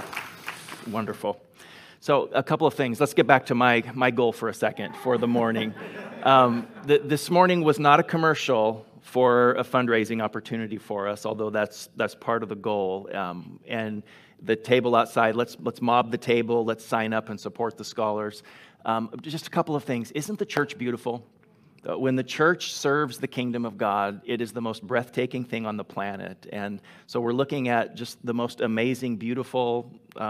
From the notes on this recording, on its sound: Delivered on 24 October 2021 at Grace Church of La Verne